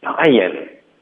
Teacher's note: 会用一个 ye 的音到添加进去，然后就变成一个过渡了，OK？所以是 dying。 Joey 还有一个特点就是他喜欢把这些后鼻音都发成顶舌头的这个 n 的音